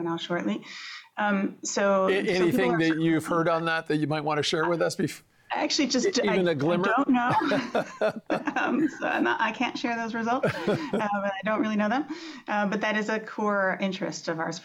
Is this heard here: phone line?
no